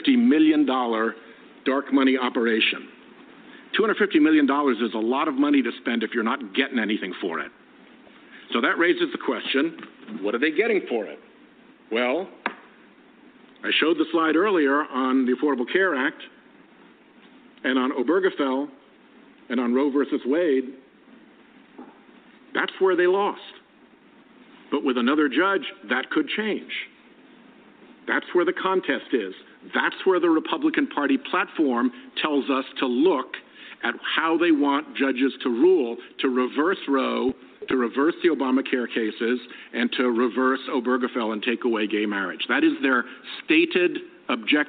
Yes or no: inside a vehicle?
no